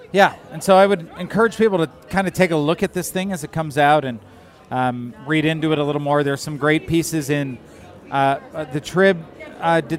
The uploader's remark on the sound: Recorded at Half Acre on Lincoln Avenue and Begyle Brewing!